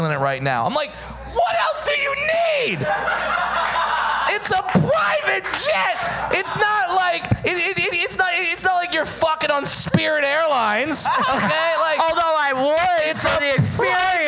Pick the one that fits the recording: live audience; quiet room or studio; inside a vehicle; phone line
live audience